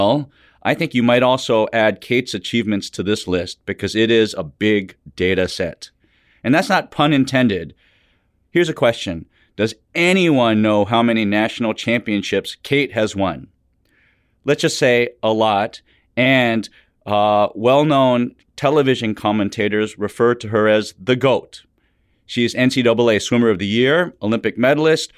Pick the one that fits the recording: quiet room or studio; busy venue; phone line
quiet room or studio